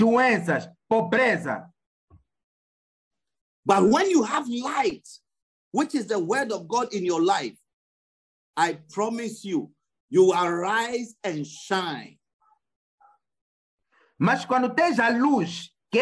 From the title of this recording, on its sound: Wisdom Encounter Midweek Zoom Service - City Church